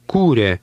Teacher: Did you hear the stress at the beginning of that word? Remember, the acute mark over the long U is a stress mark.